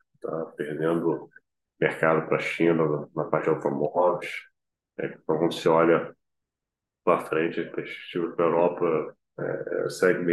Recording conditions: video call